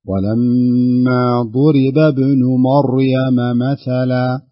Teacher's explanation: أعوذ بالله من الشيطان الرجيم، ولما ضرب ابن مريم إذا مثلا إذا قومك منه يصدون. فخم الراء في مريم